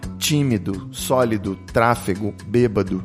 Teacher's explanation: palavras de três sílabas em que a primeira é a sílaba tônica · Term: proparoxítonas